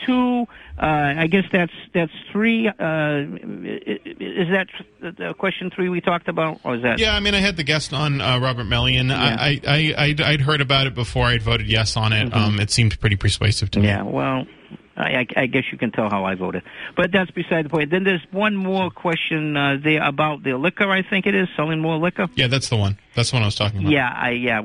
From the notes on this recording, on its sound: Takes calls from the audience.